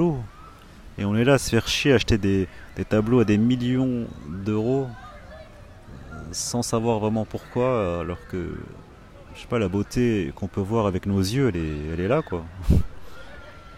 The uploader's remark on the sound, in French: Live Chill - Assis dans un parc. Les lives Chill, ce sont des enregistrements sur l'instant, quelque part. Des audios bruts sans introduction ni fin. Je suis assis dans un parc et je contemple.